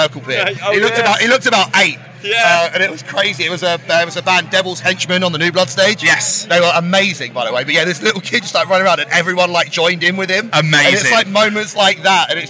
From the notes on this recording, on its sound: Live from Bloodstock 2023